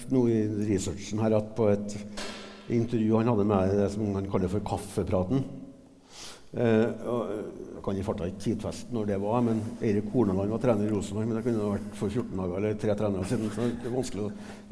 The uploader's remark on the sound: Portrettintervju LIVE. Hør opptak fra live-intervjuet på Adressahuset 17.